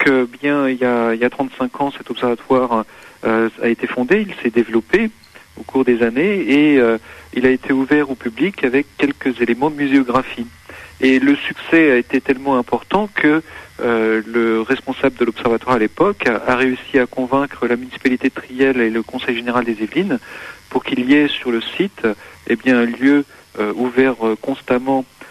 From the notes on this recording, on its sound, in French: Directeur du Parc aux étoiles à Triel sur seine (par téléphone).